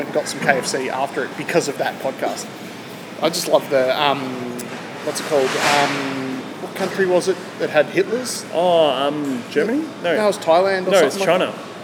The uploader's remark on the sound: When they stopped at a shopping centre. Decided to set up the microphones and the camera.